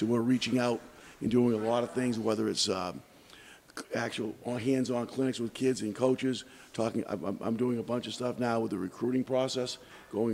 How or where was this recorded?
busy venue